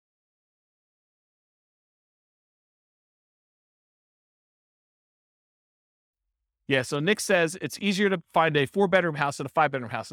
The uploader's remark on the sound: This was a live class recorded